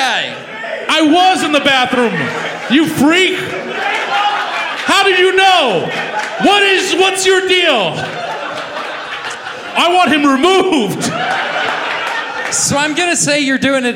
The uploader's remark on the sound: Recorded live at Stand Up Live Huntsville on April 10, 2019.